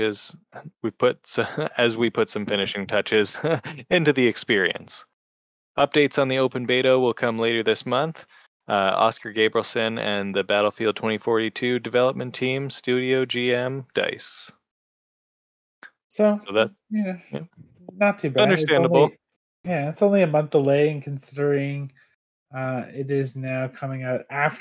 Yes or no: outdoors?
no